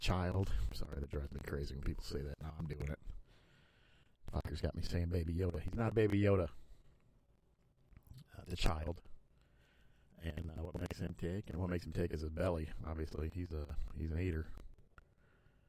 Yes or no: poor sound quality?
yes